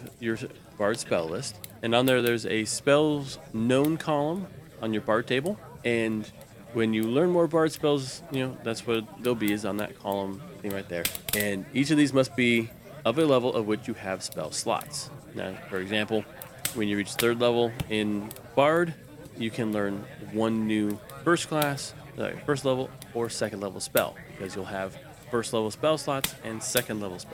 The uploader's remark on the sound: Background tavern sound by Syrinscape